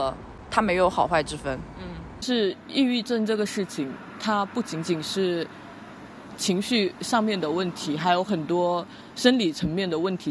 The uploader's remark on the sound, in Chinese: 本期播客是在马路边录制的即兴聊天，会有各种各样人间杂音，也可能会有一些录制得不是特别清晰的地方